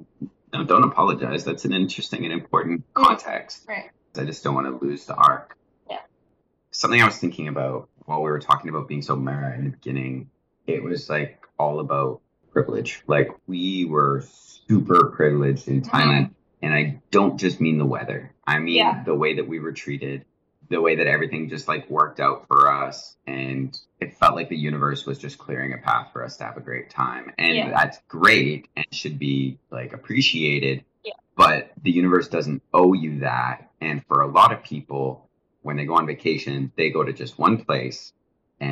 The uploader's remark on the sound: Sorry in advance for the audio quality, it took a lot of tweaking to get it to where it is.